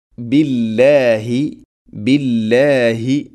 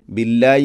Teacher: ഹ തൊണ്ടയുടെ താഴെ ഭാഗമാണ് · Shown in: first take · അത് ഉച്ചരിക്കണം.